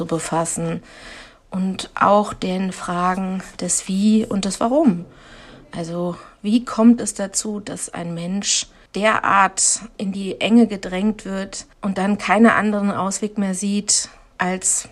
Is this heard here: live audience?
no